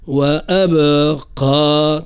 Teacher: حرف الباء الساكنة يجب أن نعطي صوتها صفة القلقلة. وأبقى تفخيم حرف القاف